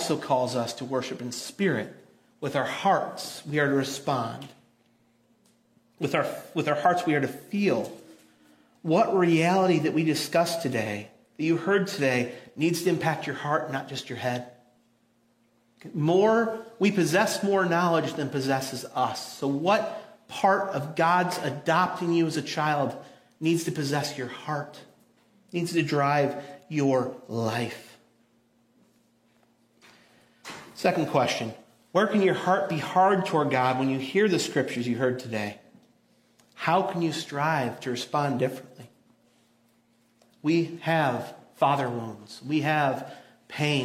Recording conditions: large echoing room